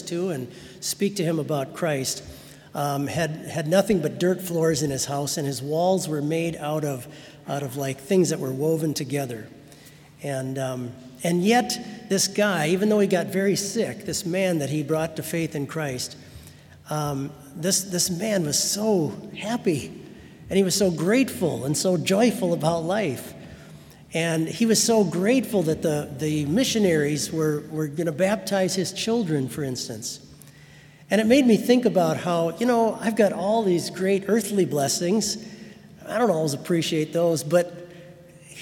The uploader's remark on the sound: Sermon from BLC Chapel